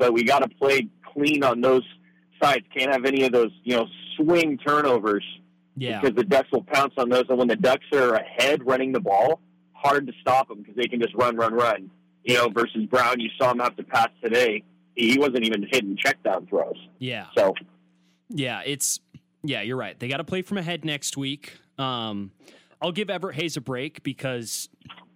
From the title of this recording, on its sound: ASU Postgame Call-In Show